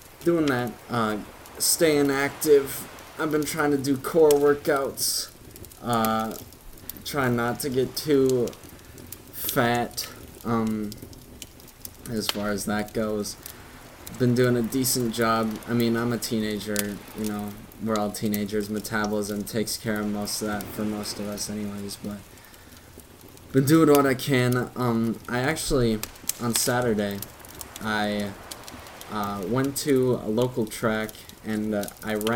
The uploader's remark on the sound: all with wave noises and campfire sounds play in the background